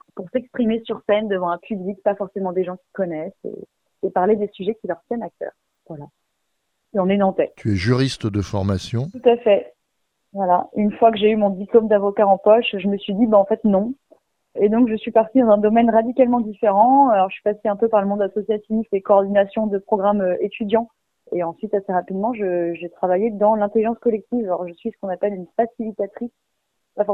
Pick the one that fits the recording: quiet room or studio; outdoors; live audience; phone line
phone line